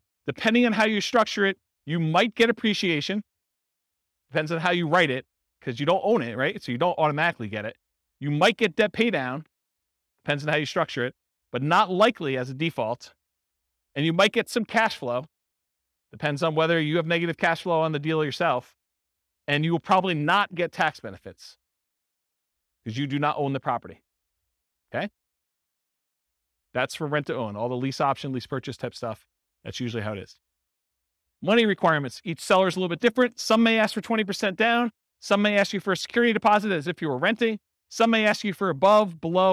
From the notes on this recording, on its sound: Boise, Idaho. This was a live class recorded.